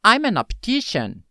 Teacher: I'm an optician. O que aconteceu foi que eu tive um som de ligação do am, que termina com o consoante M, junto com an, que começa com vogal.